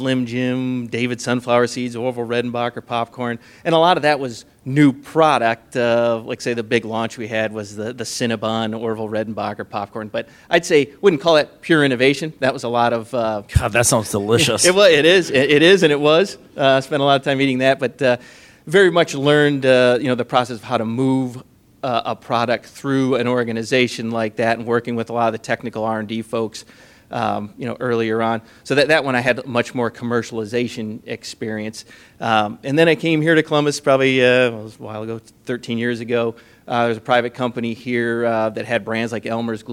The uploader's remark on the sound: This is the audio recording from the live event on 9/21/2017 at Rev1 Ventures.